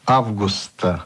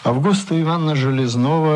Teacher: Ну, как-то странно звучит, будто о месяце августе, так что осмелюсь сделать ударение на втором слоге этого прекрасного имени · Shown in: second take